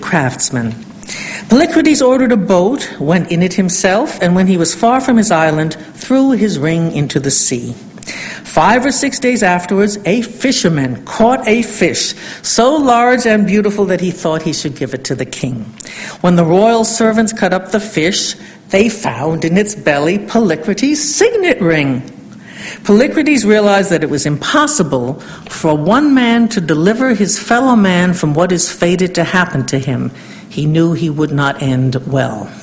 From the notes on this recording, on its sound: Fourth Annual Ninian Smart Memorial Lecture at UC Santa Barbara